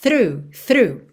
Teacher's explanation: Linguinha lá nos dentes da frente já puxa fazendo o R